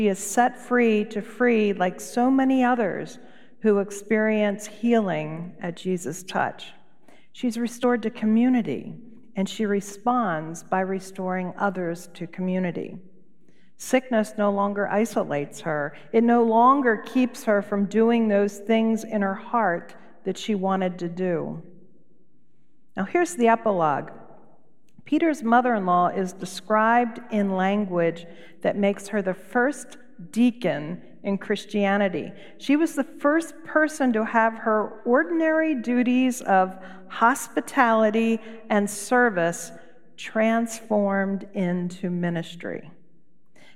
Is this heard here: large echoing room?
yes